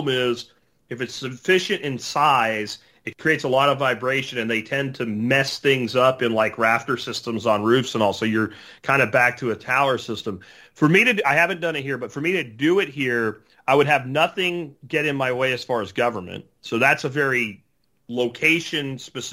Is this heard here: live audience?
no